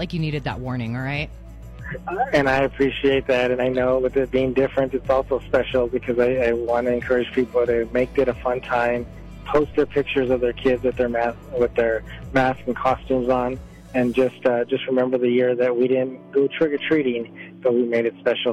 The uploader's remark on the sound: called into the Bravo Mic studios